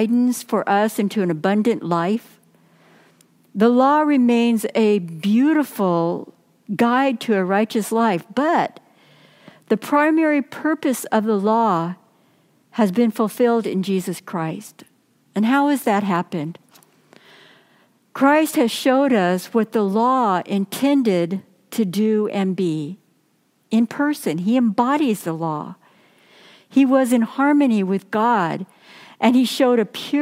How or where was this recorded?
large echoing room